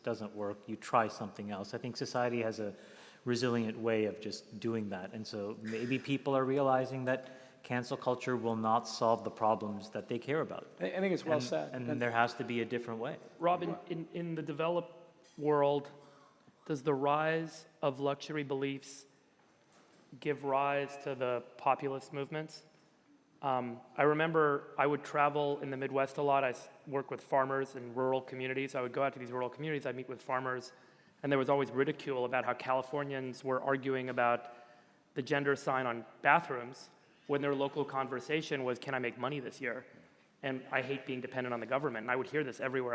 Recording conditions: live audience